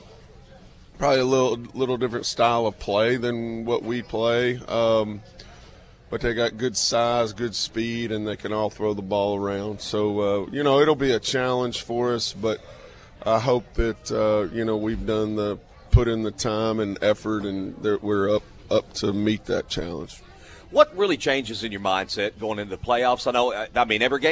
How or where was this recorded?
busy venue